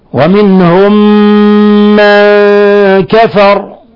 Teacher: لاحظ كيف فخمنا الراء